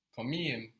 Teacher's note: The K gets softened to a G, but it gets really softened to a soft G.